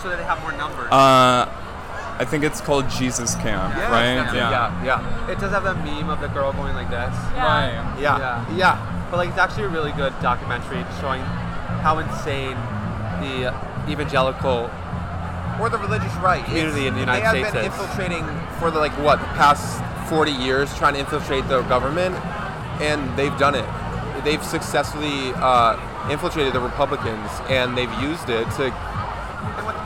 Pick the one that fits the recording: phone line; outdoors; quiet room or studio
outdoors